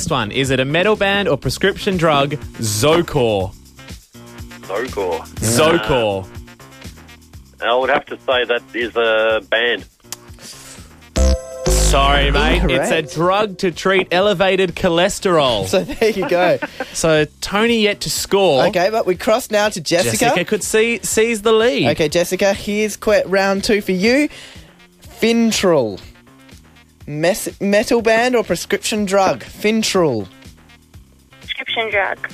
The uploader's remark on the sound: phones a sex-line, and we have the audio to prove it